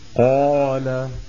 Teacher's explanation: لما أقول قال مال مثلا الرافعون، الله قال، هذه الألف ألف قال وألف مال وألف الراكعون وألف الله، أقصد بالألف هذه الألف التي تكتب صغيرة ويسمونها الألف الخنجرية، قال هذه الألف مفخمة، لما؟ لأنها وقعت بعد حرف مفخم